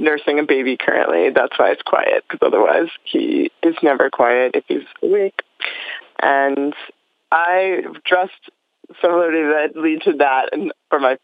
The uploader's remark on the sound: In this episode, we open up our phone lines in the middle of the night